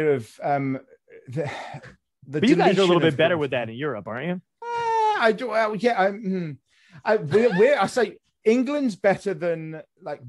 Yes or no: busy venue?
no